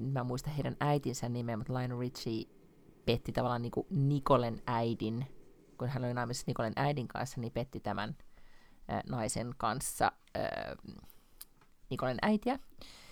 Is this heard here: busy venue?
no